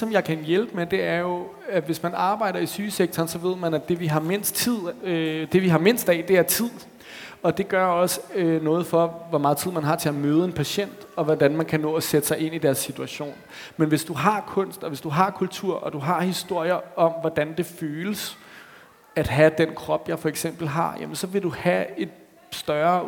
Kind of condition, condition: setting, live audience